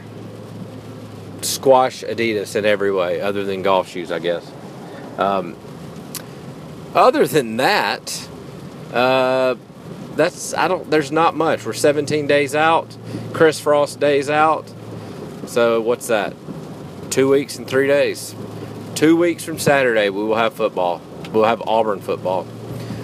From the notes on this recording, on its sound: While driving through a monsoon.